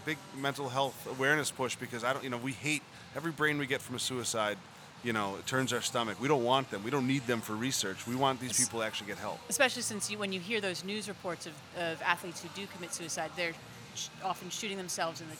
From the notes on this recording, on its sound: Live from Fenway Johnnie's in Boston!